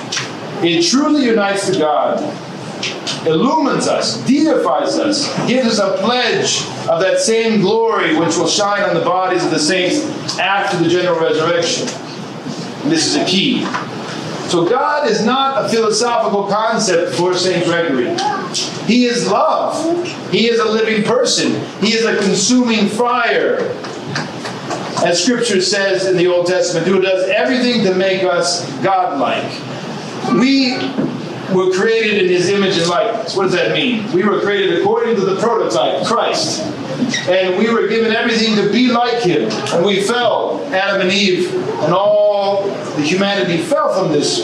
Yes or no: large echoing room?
yes